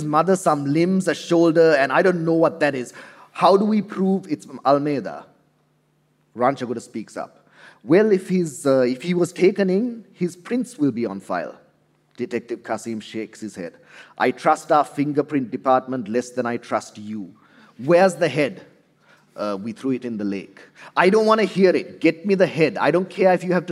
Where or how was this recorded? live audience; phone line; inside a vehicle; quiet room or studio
live audience